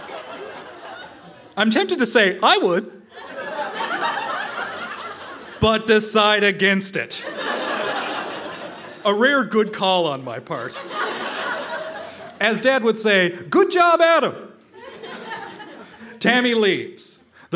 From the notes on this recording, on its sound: Recorded live at The Spice Factory in Hamilton.